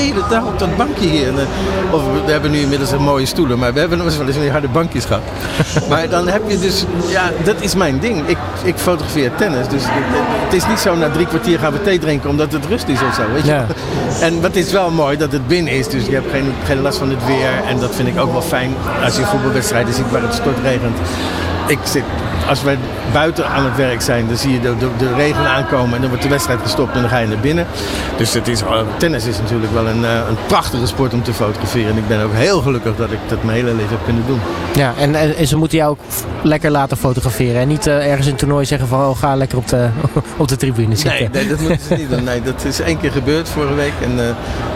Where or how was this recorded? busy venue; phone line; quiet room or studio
busy venue